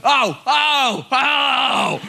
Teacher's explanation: He's communicating entirely through a glottal stop.